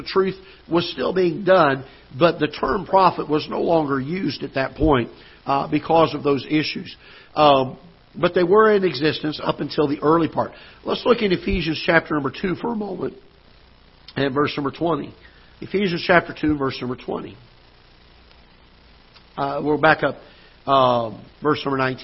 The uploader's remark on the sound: Ketha Heights Baptist Church ~ Live Broadcast